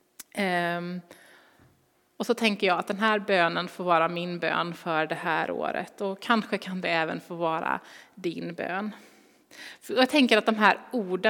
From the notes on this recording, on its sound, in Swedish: Inspelning från Immanuelskyrkan Skövde.